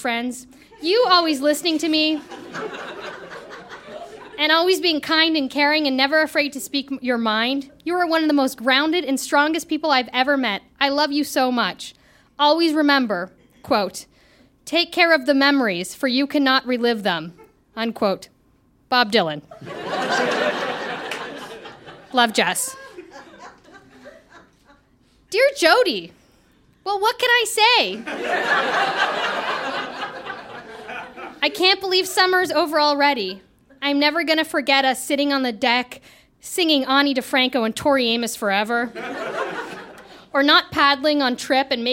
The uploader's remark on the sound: Recorded live in Chicago.